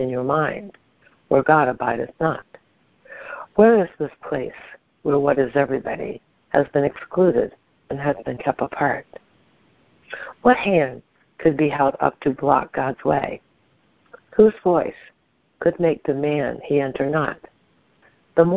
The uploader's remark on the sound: ACIM Daily TEXT Conference Call